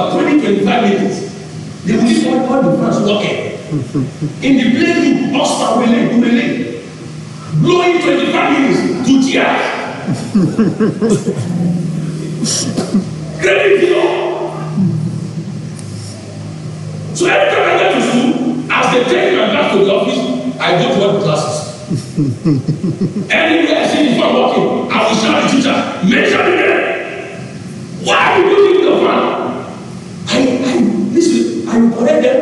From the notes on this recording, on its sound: Covenant Champions Global Assembly Live Service